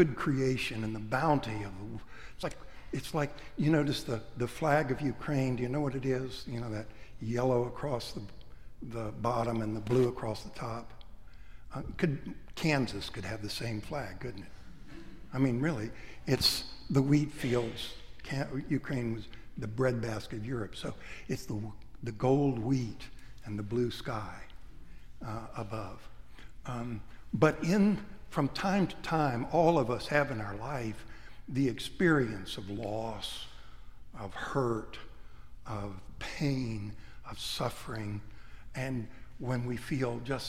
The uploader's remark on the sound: Preached at Trinity-by-the-Cove, Naples, Florida. Readings cropped.